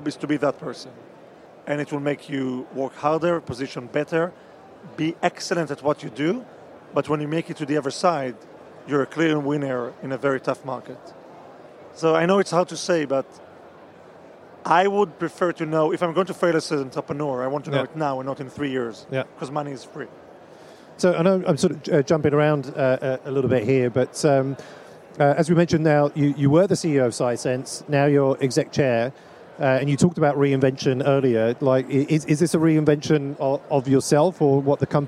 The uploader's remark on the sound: live from the #SaaStock2023 Podcast Stage